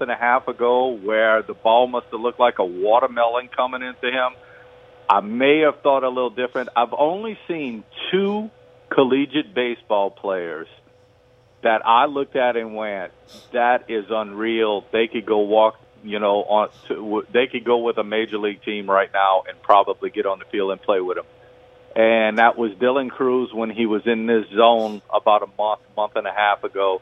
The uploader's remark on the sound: We go to the phone lines